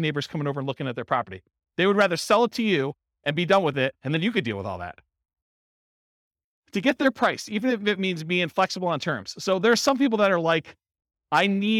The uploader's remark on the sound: This was a live class recorded